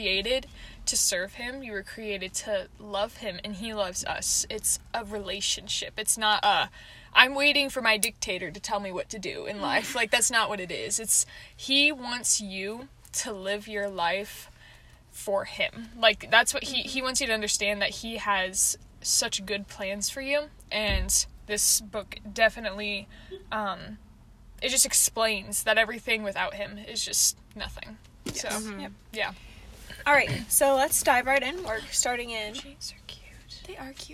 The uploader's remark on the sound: Convos in the Car